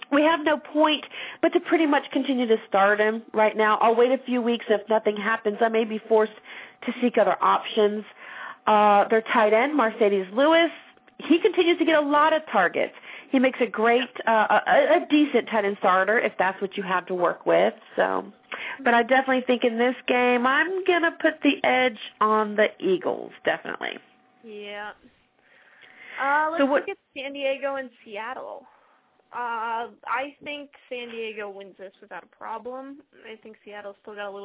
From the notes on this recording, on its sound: fan interaction via phone